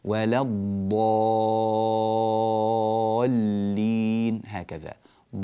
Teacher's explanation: المد هنا ست حركات وليس أربع حركات، يعني نمده مدا طويلا.